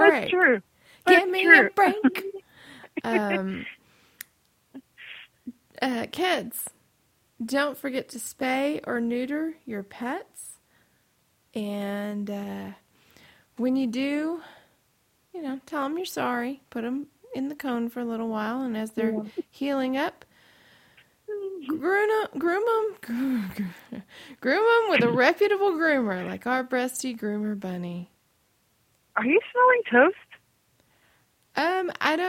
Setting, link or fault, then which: link, phone line